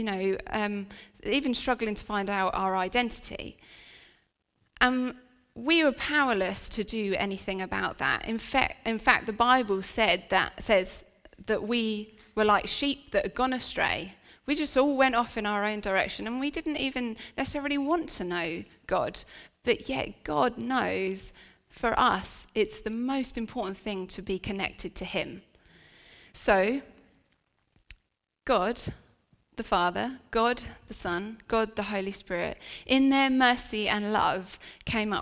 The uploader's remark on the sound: This sermon was recorded on Sunday 26th November 2023 at our Great Denham venue.